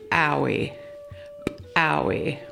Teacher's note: This word is used to practice the letter called ejective P in the Klallam alphabet. The ejective P sound in Klallam is pronounced just like the English letter P, but with a stronger pop.